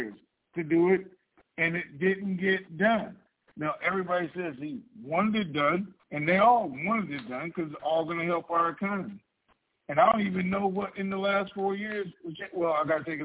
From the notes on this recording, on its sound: TNTSuperfantastic Conference Call